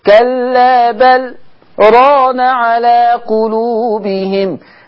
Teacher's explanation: خلي بالكو ان منراق اللي هناك السكت ده منع ادغام النون في الراء، والسكت على بل ران منع ادغام اللام في الراء